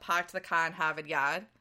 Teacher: The Boston accent is what they call, this is like the most basic term, R-less, as in like there are certain syllables where you don't pronounce the R.